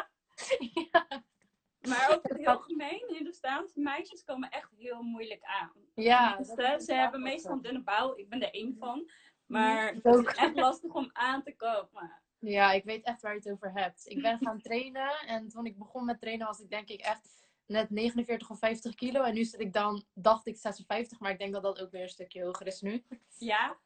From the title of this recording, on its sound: Instagram Live